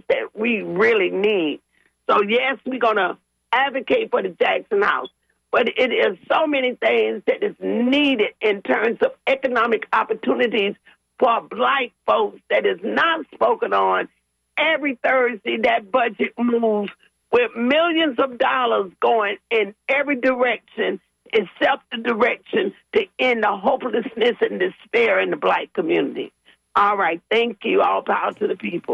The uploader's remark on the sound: unique magazine format call-in show